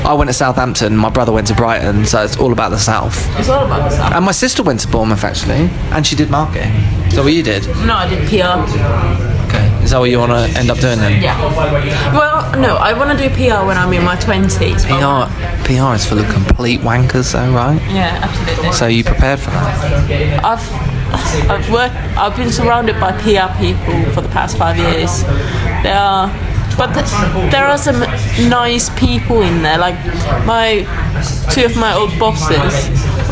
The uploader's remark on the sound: We are live on the dreary streets & pubs of Central London